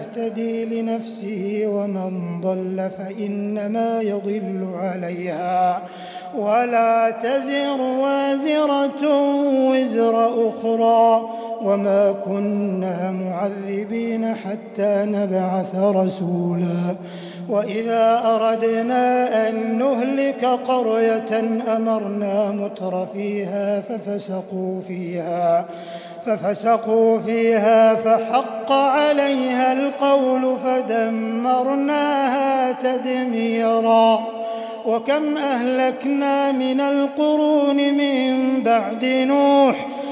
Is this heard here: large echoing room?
yes